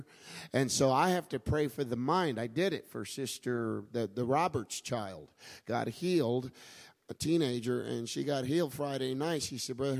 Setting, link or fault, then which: setting, large echoing room